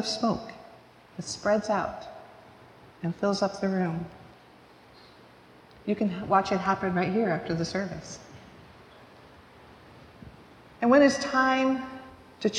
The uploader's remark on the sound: Recorded live at the 10:00am service on Ascension Sunday, May 21st, 2023.